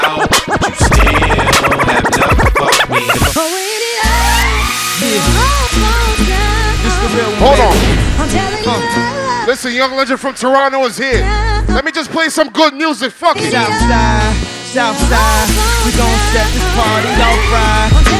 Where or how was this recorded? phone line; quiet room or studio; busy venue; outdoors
busy venue